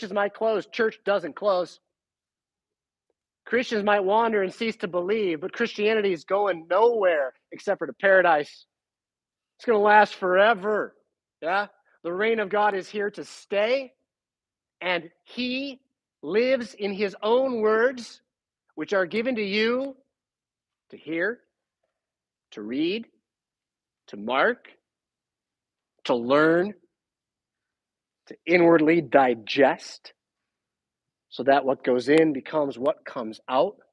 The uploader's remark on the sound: Preached at St Paul Lutheran Church , Rockford, Illinois on December 25, 2022.